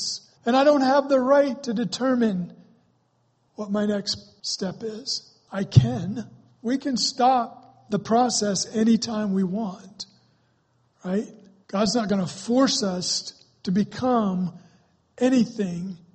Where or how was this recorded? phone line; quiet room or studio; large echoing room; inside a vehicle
large echoing room